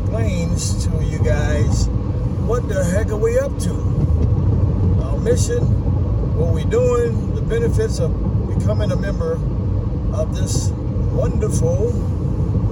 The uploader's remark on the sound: From the car episode while running errands on Super Bowl weekend. Please excuse the background noises.